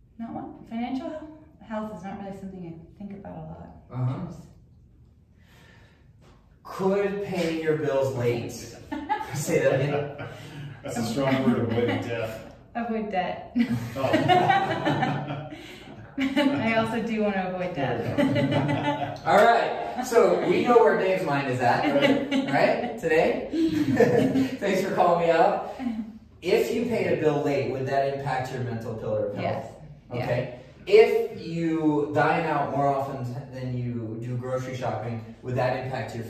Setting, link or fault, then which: setting, live audience